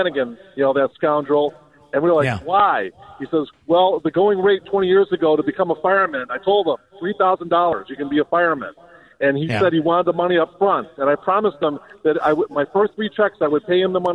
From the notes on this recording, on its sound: broadcasts LIVE from Donley Auction in Union, IL